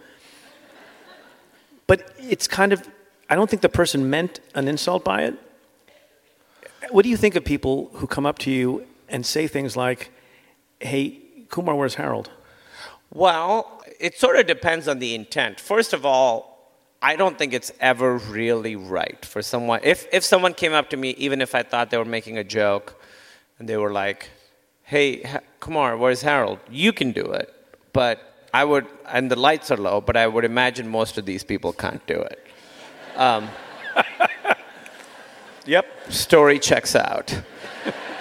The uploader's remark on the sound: Live from Los Angeles